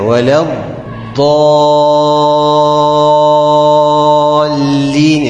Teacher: يبقى انت هتقول كده ولا الضالين، انت بتفخم الالف عشان الضاد